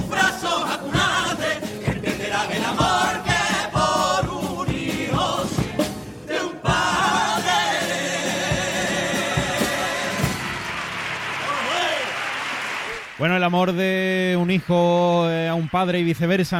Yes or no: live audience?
yes